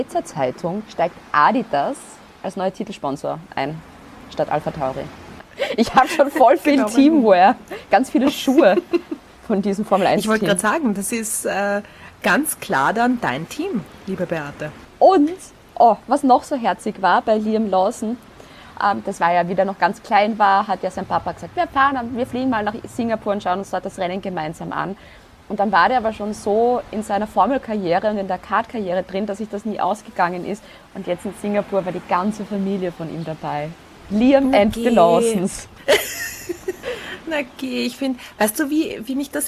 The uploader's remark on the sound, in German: Hintergrundgeräusche gibts oben drauf